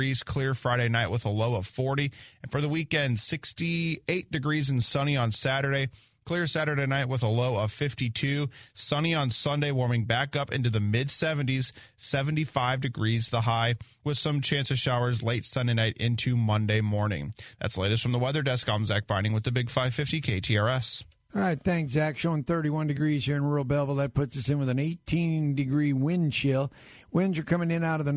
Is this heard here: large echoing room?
no